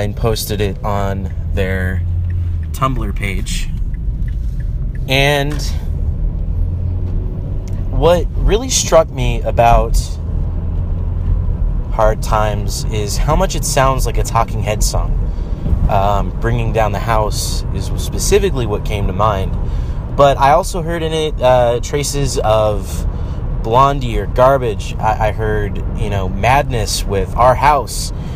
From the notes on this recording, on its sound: Here's a quick recording from my drive home from the grocery store.